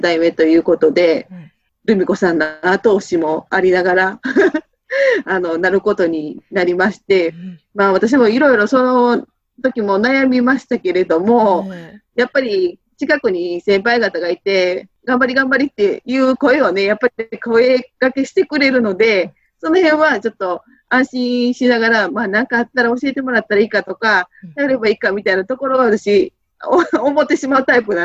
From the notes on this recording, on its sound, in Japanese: Zoom収録